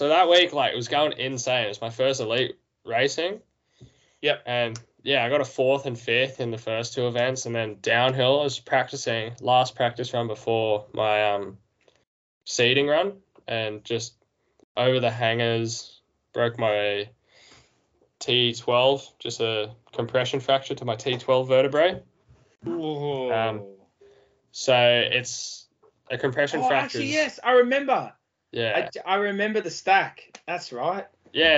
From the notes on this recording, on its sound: Shot on : Skype